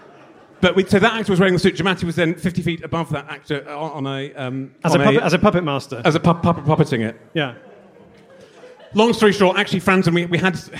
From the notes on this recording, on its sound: Live At The Great British Cattle Bazaar. Highlights from our recent live show at the Great British Cattle Bazaar.